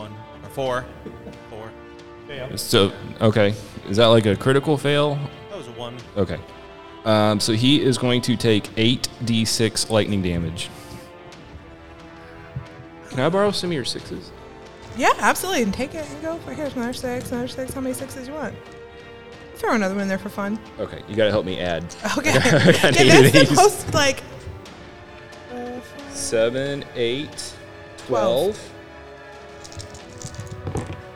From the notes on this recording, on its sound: LIVE! Gen Con 2023.